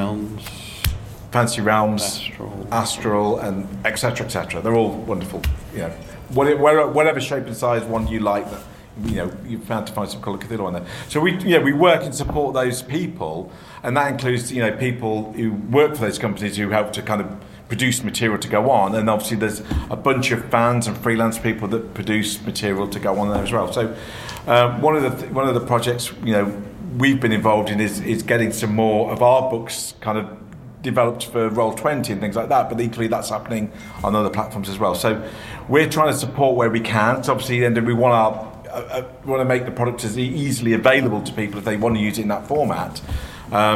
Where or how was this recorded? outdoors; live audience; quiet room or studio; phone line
live audience